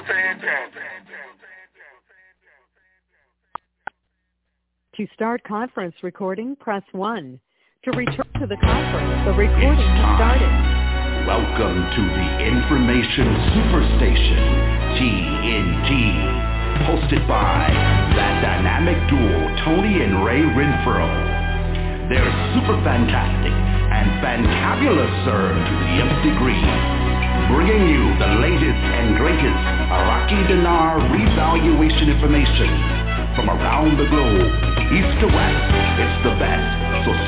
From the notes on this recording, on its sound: TNTSuperfantastic Conference Call.